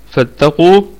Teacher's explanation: القاف في الدرجة الثالثة من درجات التفخيم، هي من حروف خص ضغط القض، حروف المفخمة دائما.